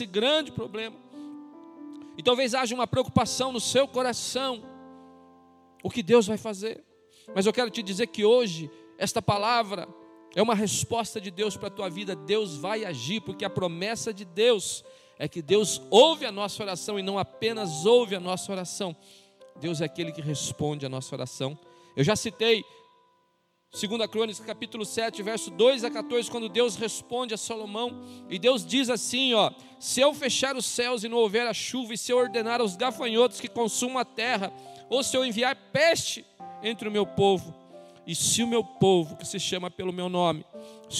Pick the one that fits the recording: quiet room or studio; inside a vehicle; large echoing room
large echoing room